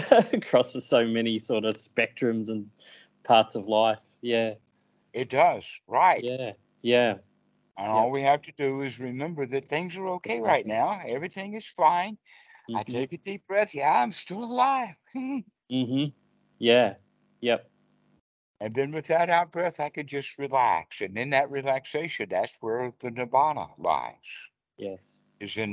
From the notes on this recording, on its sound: skype calls on this channel